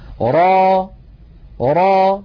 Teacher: را را تتألف من راء مفتوحة بعدها ألف وليس في آخرها همزة، ليس في آخرها همزة. را هذا مد طبيعي، ألف مسبوقة بفتحة نمدها بمقدار حركتين، ونحرص ألا نخرج في آخرها همزة.